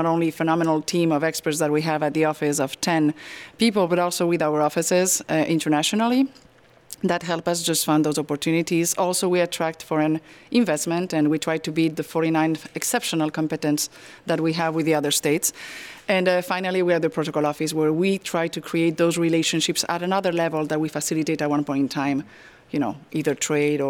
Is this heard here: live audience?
yes